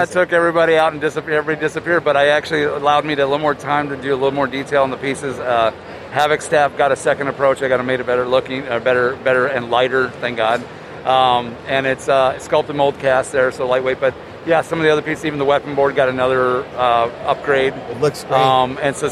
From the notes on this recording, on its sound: C2E2 in Chicago is back! Spend some time on the convention floor.